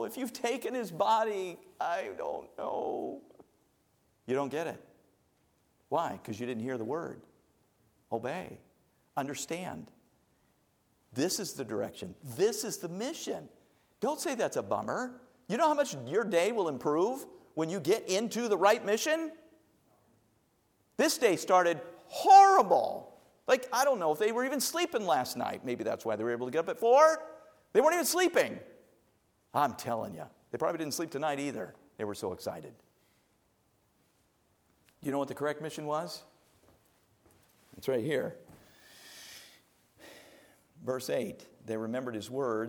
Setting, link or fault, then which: setting, large echoing room